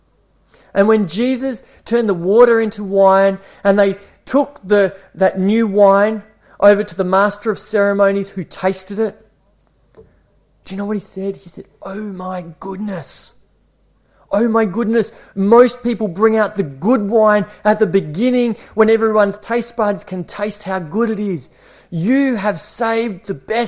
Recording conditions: large echoing room